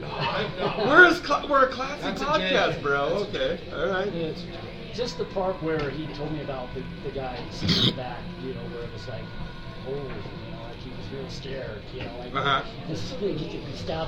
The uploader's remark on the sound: Live From Burt’s Tiki Lounge Halloween Special. This week we recorded LIVE from Burt’s Tiki Lounge in Salt Lake City. We just turn on the mics and allow the shit talk to begin!